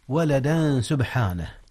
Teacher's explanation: إخفاء التنوين قبل السين، والسين من حروف الإخفاء